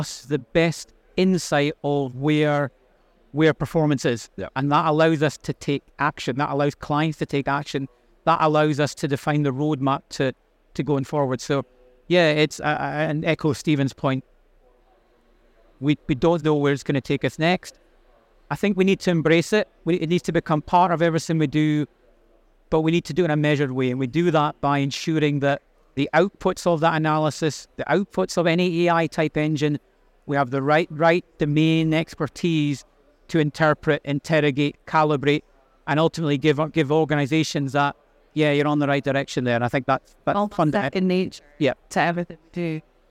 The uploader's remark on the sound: Recorded live at Offshore Europe 2023.